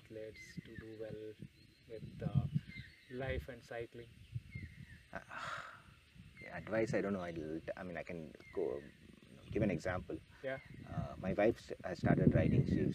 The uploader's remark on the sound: We recorded this episode on the banks of river Badra in Kalasa when we went on a bike trip a couple of weeks ago.